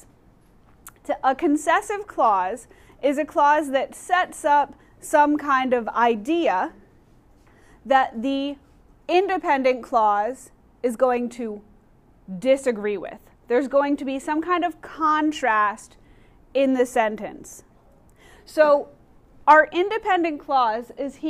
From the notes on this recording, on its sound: Recorded in class